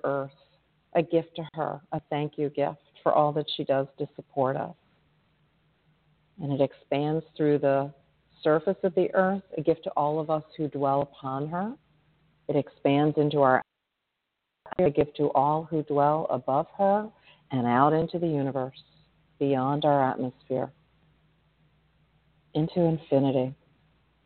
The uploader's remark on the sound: In response to callers' questions.